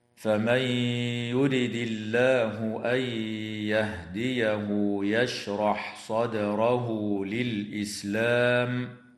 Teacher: وكذلك النون الساكنة في قوله تعالى أن يهديه، تدغم في الياء أيضا مع الغنة. واللام في اسم الله هنا وقعت بعد كسرة، فحكمها الترقيق